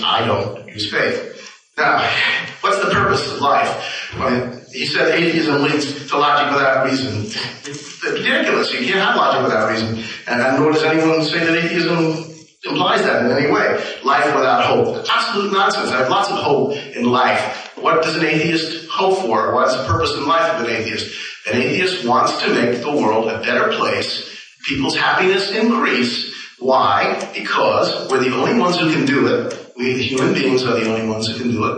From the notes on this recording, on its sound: In February of 1996 the Kansas University Debate Team sponsored a debate on the existence of God. The lecture hall was packed with 850 students in attendance. A remastered recording of that 1996 debate.